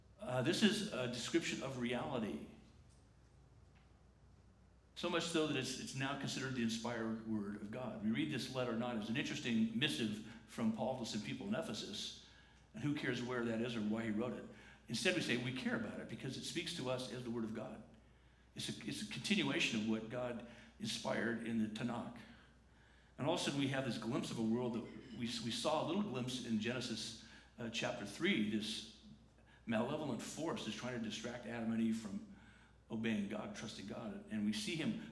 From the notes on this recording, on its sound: The following is a recording from the 10:45 am service at La Jolla Community Church on Sunday, January 13, 2019.